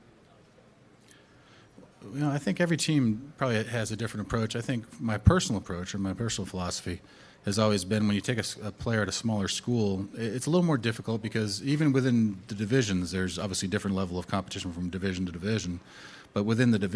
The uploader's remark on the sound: Combine Press Conference